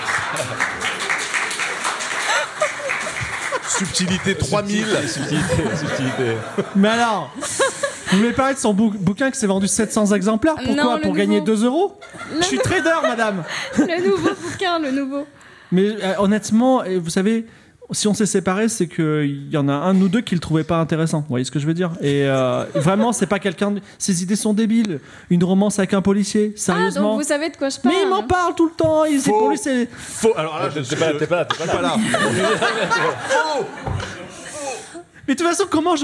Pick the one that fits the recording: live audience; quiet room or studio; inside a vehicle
live audience